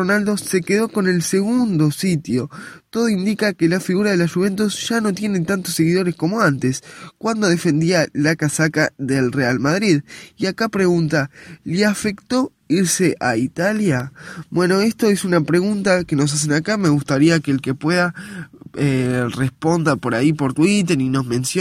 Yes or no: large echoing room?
no